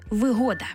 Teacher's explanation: Отже, якщо йдеться про зручність у чомусь, сприятливі умови чи обладнання, річ і таке інше, що створюють певні зручності для людини в побуті, це вигода з упевненим наголосом на другий склад